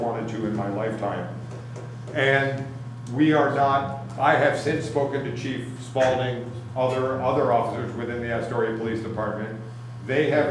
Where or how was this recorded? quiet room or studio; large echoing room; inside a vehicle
large echoing room